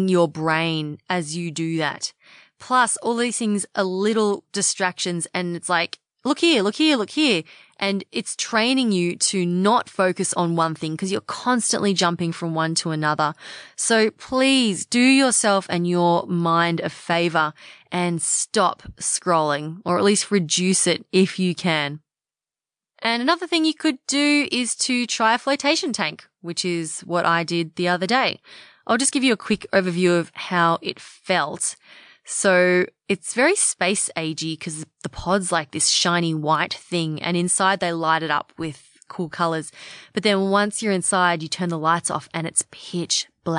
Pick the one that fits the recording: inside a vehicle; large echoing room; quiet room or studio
quiet room or studio